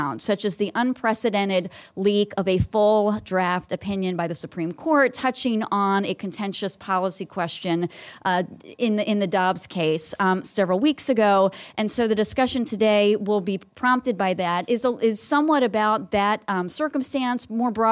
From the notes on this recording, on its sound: This panel discussion, from the Gray Center’s May 25 Capitol Hill Conference